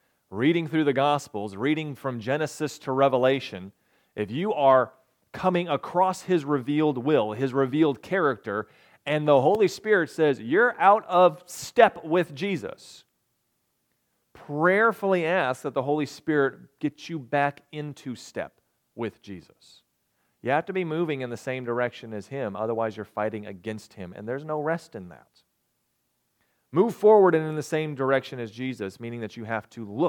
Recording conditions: large echoing room